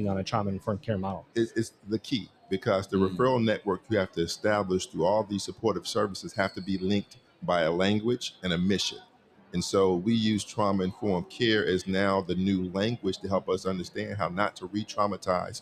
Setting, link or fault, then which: setting, busy venue